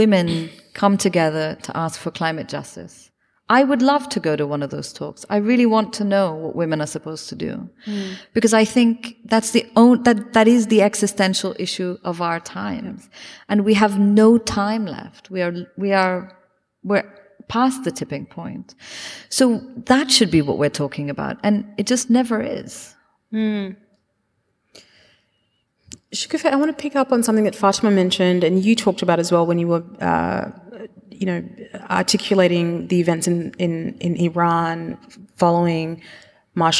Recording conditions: live audience